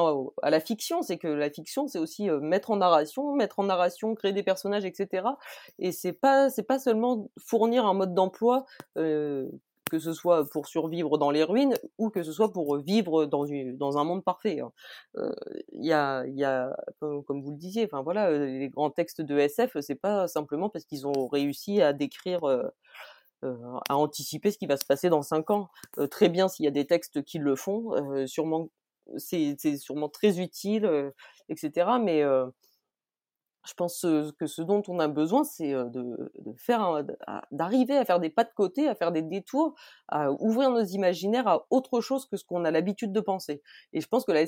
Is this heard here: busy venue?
no